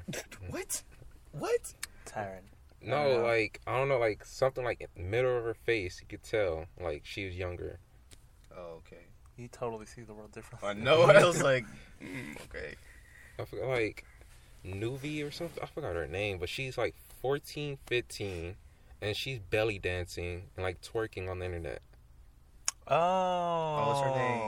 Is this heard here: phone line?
no